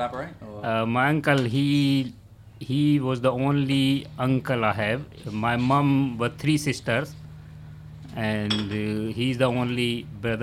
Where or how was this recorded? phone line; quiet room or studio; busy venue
busy venue